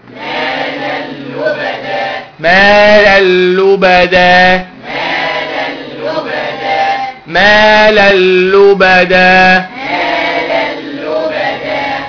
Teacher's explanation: مالا لبدا اقولها ازاي؟ ما هي مالا شيل النون او دخل النون في اللام · Term: ادغام بدون غنة